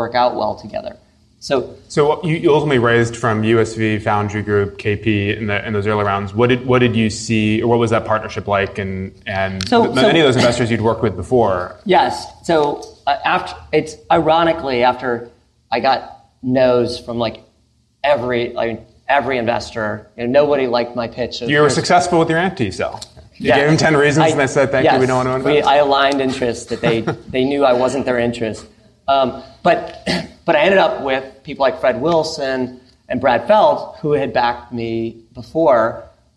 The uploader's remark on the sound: This encore episode is a recording of a special event. In San Francisco in front of a live audience of portfolio founders, friends of the firm, and LPs.